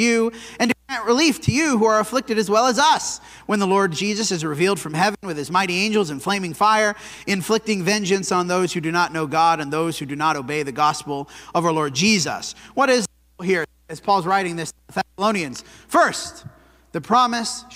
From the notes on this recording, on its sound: This sermon was preached at the Dewey Church of Christ on January 21, 2024.